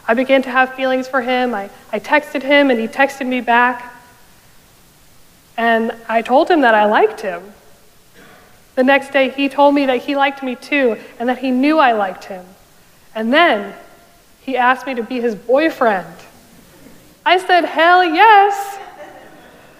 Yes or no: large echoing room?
yes